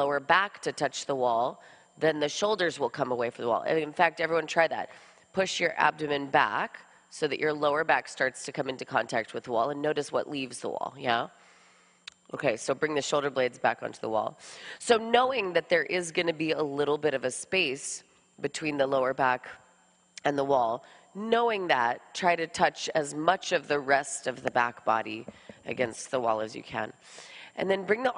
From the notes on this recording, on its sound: This jivamukti yoga open level class was recorded at Jivamukti Jersey City